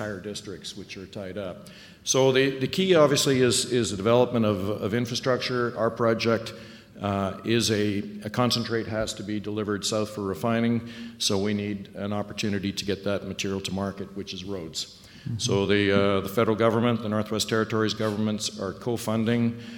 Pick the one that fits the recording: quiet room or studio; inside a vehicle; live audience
live audience